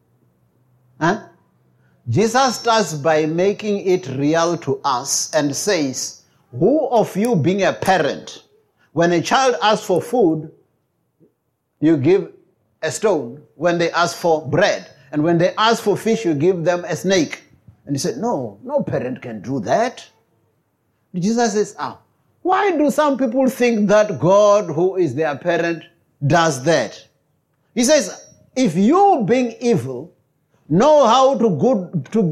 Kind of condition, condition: setting, large echoing room